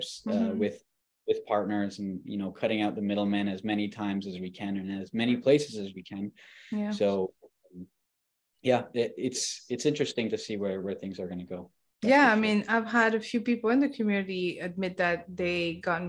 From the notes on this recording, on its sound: Live From the Community Call.